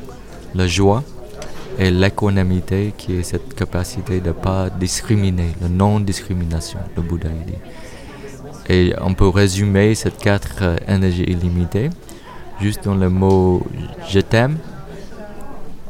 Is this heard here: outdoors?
yes